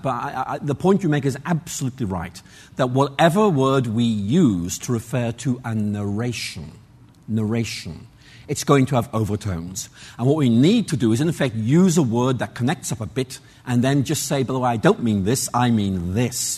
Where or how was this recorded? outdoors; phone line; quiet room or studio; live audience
live audience